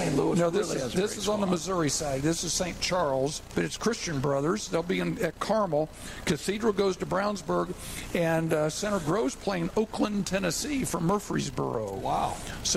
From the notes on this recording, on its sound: We're back at Bar Louie for season two of the live show!